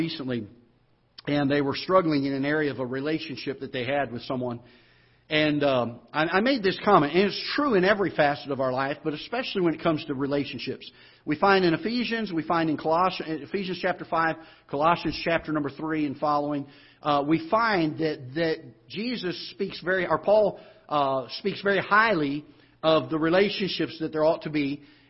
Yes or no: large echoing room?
yes